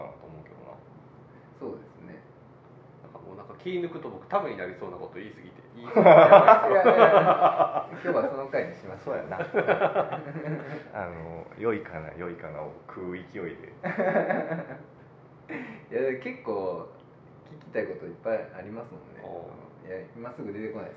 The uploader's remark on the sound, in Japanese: 尼崎にある西正寺。なんと本堂で収録させていただきました。